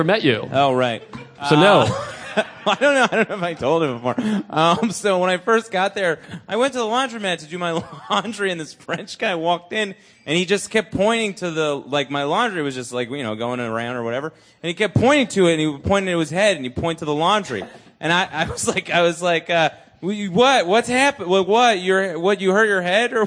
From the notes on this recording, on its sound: This weeks episode was recorded live at The Stress Factory in New Jersey!